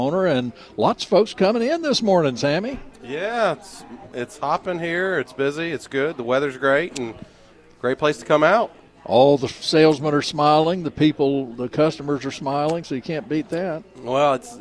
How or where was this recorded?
busy venue